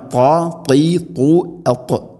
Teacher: പ്രത്യേകിച്ചും ത്വാന് ദൊമ്മൊക്കെ വരുന്ന സമയത്ത് കൃത്യമായിട്ട് ശ്രദ്ധിച്ച് ഉച്ചരിക്കണം, അല്ലെങ്കിൽ അത് സാധാരണ ടാഇനെ കൊണ്ട് പറയുന്ന രൂപത്തിൽ ഫൗഖകും ത്വൂർ എന്നാവും. ത്വാ ഉച്ചരിക്കുമ്പോൾ നാവിൻ്റെ മധ്യഭാഗം അണ്ണാക്കിലേക്ക് ചേർന്ന് നിൽക്കണം · Term: ഇത്തുബാഖ